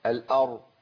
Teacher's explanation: لان الراء هنا ساكنه بعد فتح نعم وعندنا الراء الساكنه بعد فتح تفخم على طول · Term: حرف مفخم